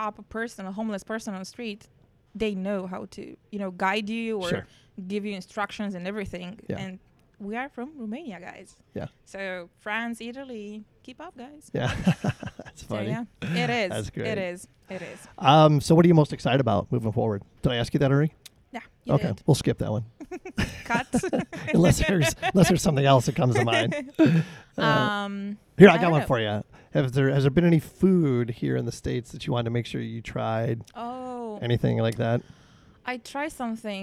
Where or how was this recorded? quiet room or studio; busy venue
busy venue